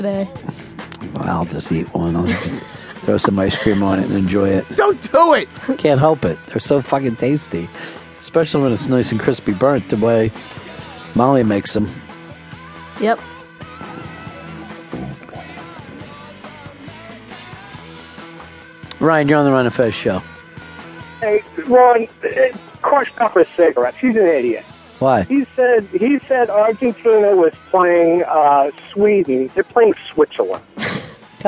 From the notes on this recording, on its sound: on the phone